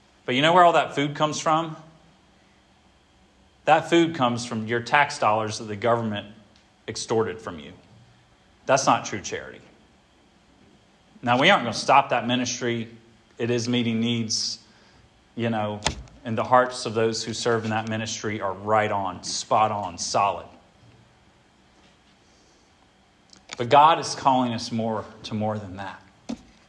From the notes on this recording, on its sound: This sermon was preached at Hope Fellowship